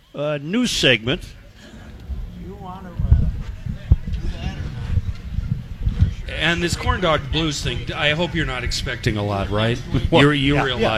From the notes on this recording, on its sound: Live at the Fair. Final State Fair Show.